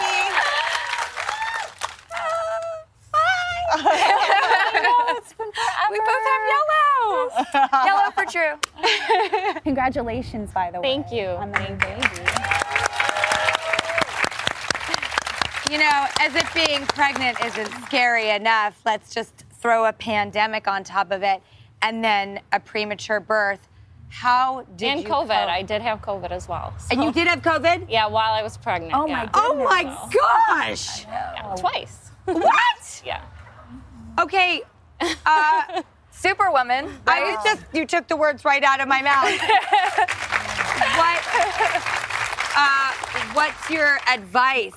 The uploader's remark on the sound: the entire studio audience is filled with best friends